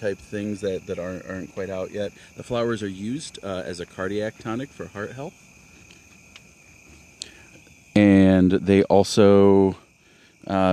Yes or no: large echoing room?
no